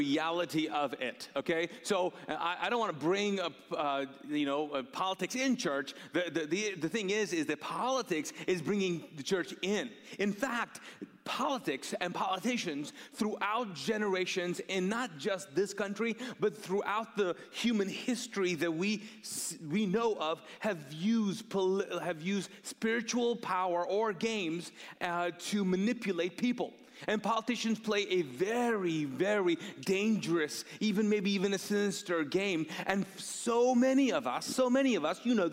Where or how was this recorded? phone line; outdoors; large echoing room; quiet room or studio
large echoing room